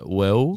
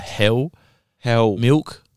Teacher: The L that follows a vowel becoming a W. · Term: Adelaide accent